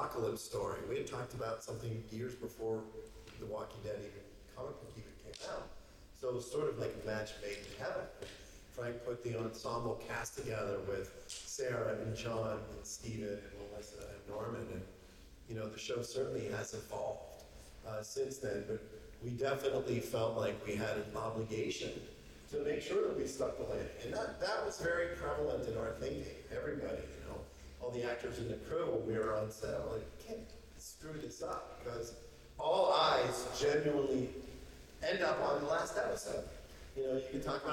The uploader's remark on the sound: This podcast was recorded during San Diego Comic-con 2022 as part of AMC press conference